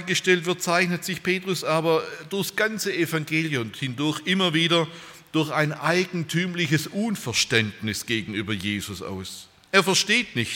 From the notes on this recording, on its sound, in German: bei einer Veranstaltung der Liebenzeller Mission